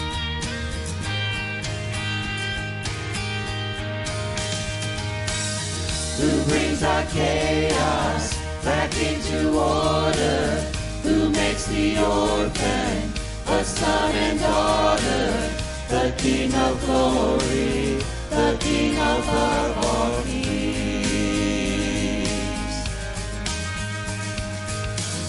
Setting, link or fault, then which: setting, large echoing room